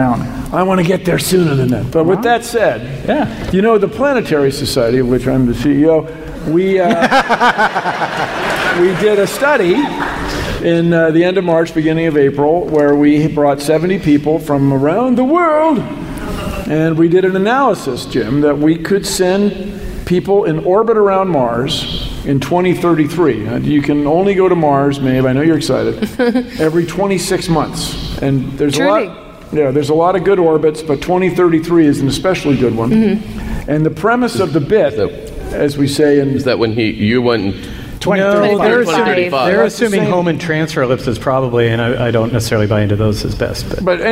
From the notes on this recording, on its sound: StarTalk Live! from SF Sketchfest 2016. RECORDED LIVE, ADULT LANGUAGE.